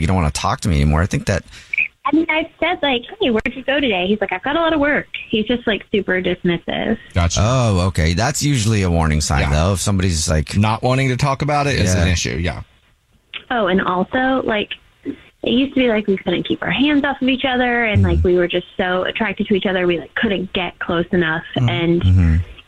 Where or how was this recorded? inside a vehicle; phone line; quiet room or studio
phone line